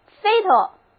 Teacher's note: 第二个 a 不发音，读作 fatal